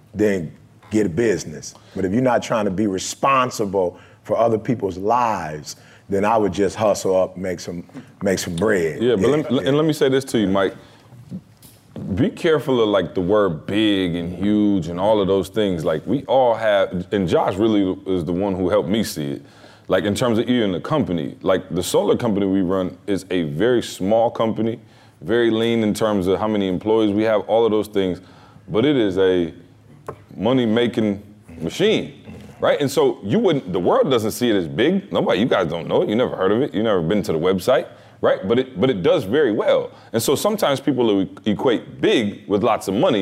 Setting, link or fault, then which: setting, live audience